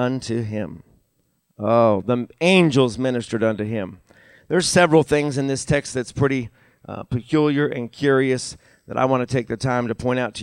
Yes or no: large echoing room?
yes